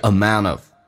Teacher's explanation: amount 跟 of 一般来说 NT 组合用 N 进行连音，不用 T